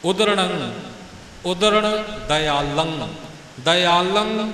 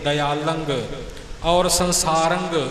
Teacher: ਜਦੋਂ ਲੱਲੇ ਦੀ ਟਿੱਪੀ ਦਾ ਉਚਾਰਨ ਹੋ ਗਿਆ ਗਲੇ ਵਿੱਚ ਆਵਾਜ਼ ਖਤਮ ਕਰ ਦੇਣੀ ਹੈ। ਇਸ ਤੋਂ ਬਾਅਦ ਨਾ ਕੋਈ ਨੰਨਾ ਬੋਲਣਾ ਨਾ ਗੱਗਾ ਬੋਲਣਾ ਹੈ। · Shown in: first take · Term: ਟਿੱਪੀ ਦੀ ਆਵਾਜ਼